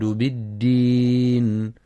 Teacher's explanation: وفي قوله تعالى فما يكذبك بعد بالدين، يخطئ بعضهم فيقرأ بالدين قريبة من التاء فتكون بالتين، والصواب إعطاء الدال صفة الجهر والشدة لتمييزها عن التاء مع مراعاة رخاوة الذال في يكذبك.